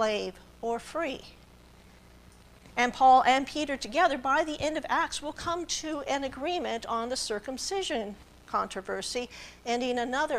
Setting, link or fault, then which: setting, large echoing room